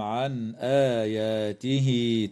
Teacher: بينما تظهر النون عند الهمزة في قوله تعالى عن آياته